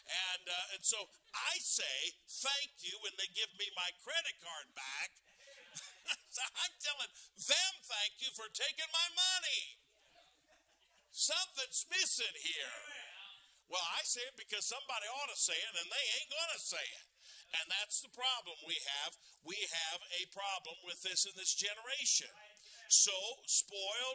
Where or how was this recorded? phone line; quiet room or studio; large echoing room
large echoing room